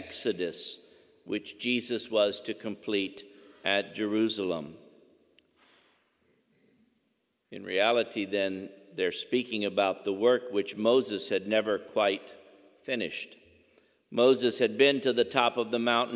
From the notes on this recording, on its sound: Angela Merici Catholic Church in Missouri City, Texas in the Archdiocese of Galveston-Houston.